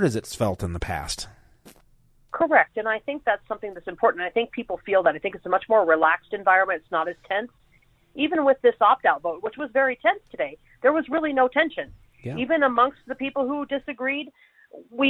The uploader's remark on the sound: Hour 2 with callers. Called in with a big announcement.